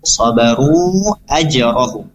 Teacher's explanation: mad jaiz munfasil dibaca 4 sampai 5 harokat